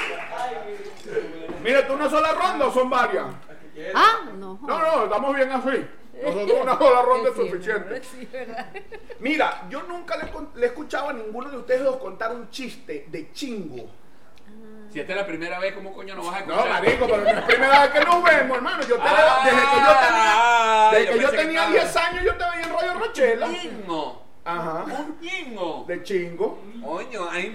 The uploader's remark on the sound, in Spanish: Techo Tres es un programa grabado en vivo.